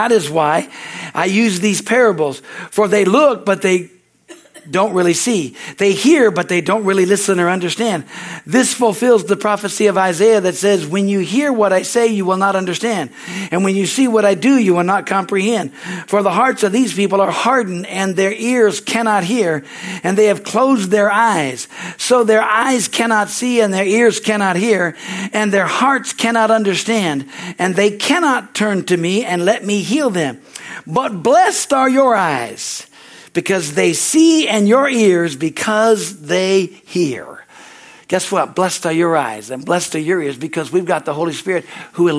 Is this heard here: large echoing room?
yes